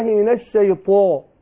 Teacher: فما اجي اقول إيه اعوذ بالله من الشيطان طاء طاء، ما اقولش اعوذ بالله من الشيطان طاء طاء، لا لابد ان انا ايه افخم الطاء، الحرف الطاء حرف مستعلي مطبق، حرف قوي من اقوى الحروف